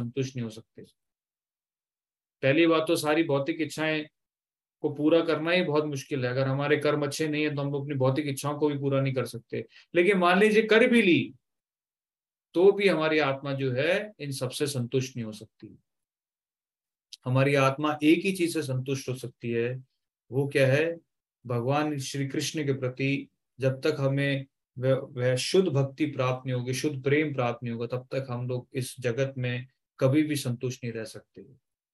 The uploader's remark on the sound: Zoom recorded class